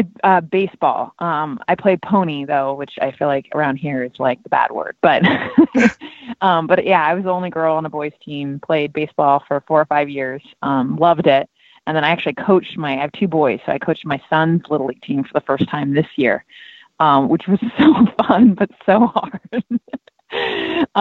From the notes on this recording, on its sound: Got on the phone with ESPN baseball analyst.